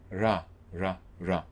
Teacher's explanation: If I don't get so close and I say ra, ra, ra, then I'm in the approximant territory